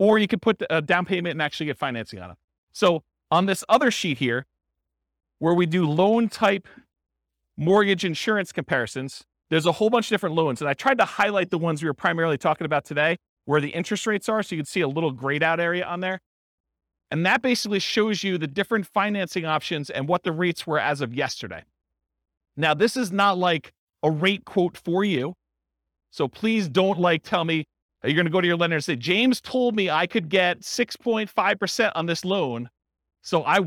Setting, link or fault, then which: setting, live audience